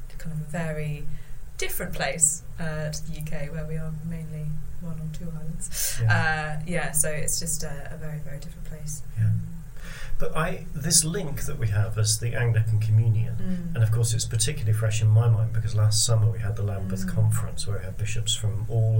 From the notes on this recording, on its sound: sorry about the slight hiss